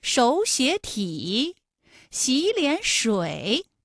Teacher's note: 前两个字都是二声，第三个字是三声 · 第一个音节第二个音节都变成35，就是二声